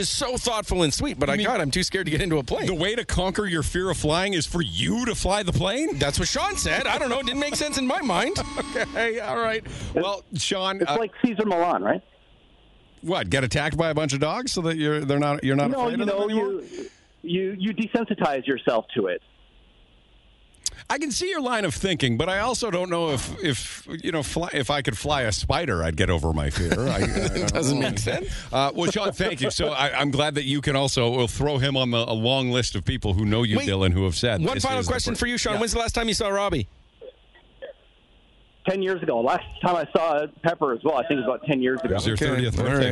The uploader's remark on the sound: Outside Show Day!